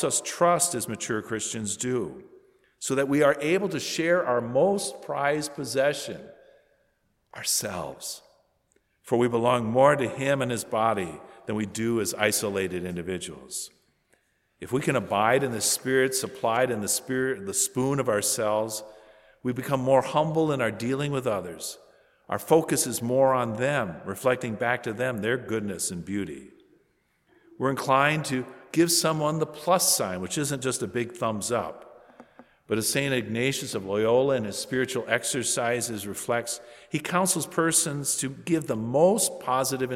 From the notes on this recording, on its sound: From Holy Spirit Church in Creston Iowa